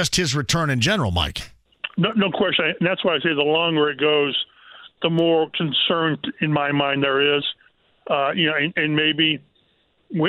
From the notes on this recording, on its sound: listener phone calls